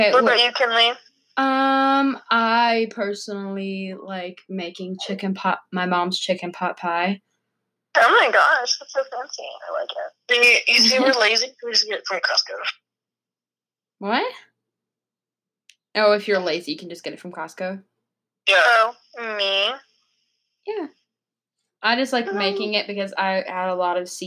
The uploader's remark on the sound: we are still social distancing so we are calling sorry if the audio is crappy!!